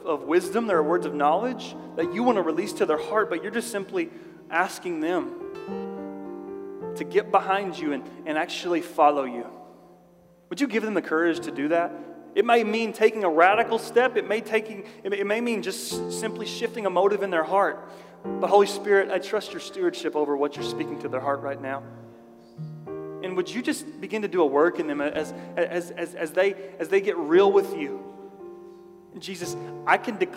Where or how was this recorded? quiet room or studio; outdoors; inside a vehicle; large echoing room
large echoing room